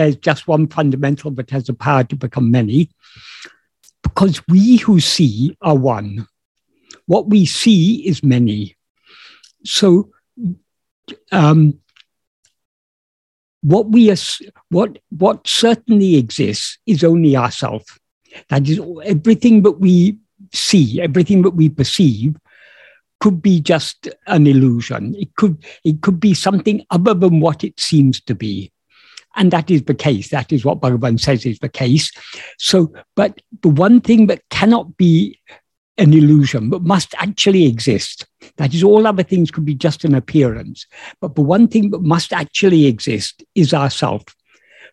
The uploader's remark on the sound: In a Zoom meeting with Sri Ramana Center, Houston.